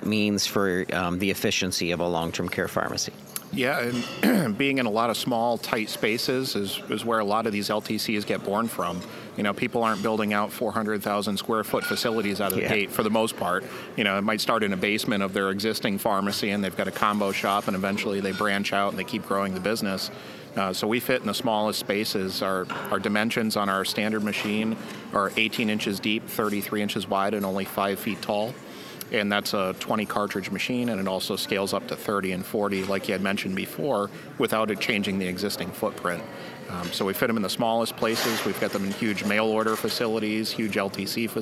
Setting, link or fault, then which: setting, busy venue